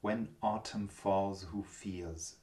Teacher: Also eher so ein O, offenes O bei autumn falls.